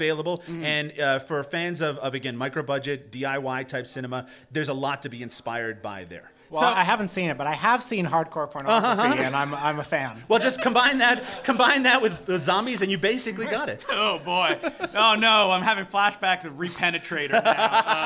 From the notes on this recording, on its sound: got on stage at the What The Film Festival Bazaar